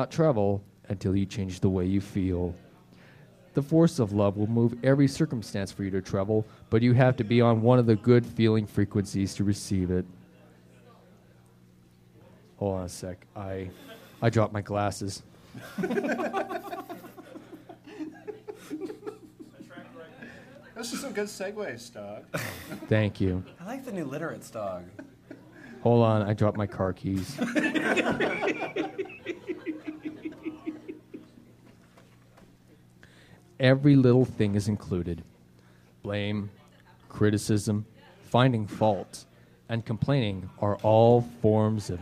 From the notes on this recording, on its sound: F Plus Live 2. In our second live show.